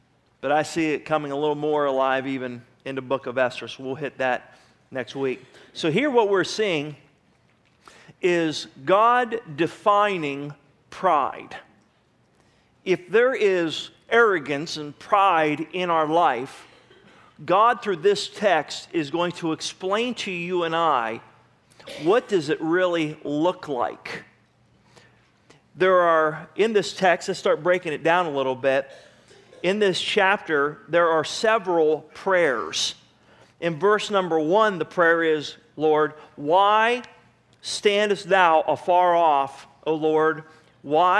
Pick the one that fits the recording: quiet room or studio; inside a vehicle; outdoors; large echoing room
large echoing room